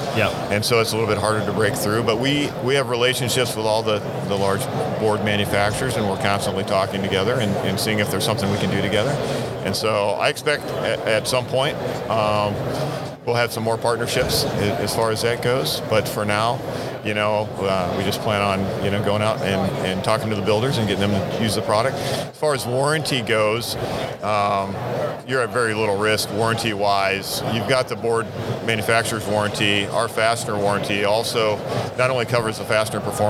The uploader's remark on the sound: Live from the Deckorators booth in Louisville, Kentucky at Deck Expo 2019.